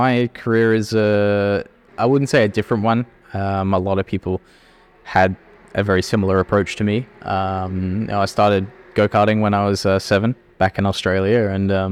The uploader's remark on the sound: Live from the Porsche garage at Le Mans. Live from the 100th 24 Hours of Le Mans.